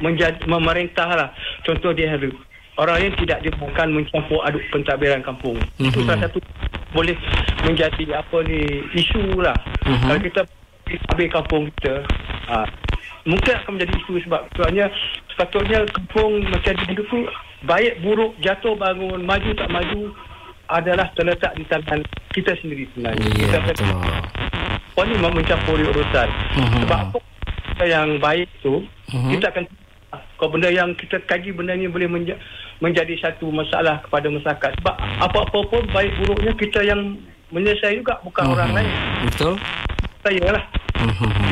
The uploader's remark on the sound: temubual secara LIVE-CALL